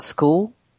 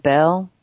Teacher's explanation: that vowel-like quality at the ends of words that you get in Cockney · Term: final L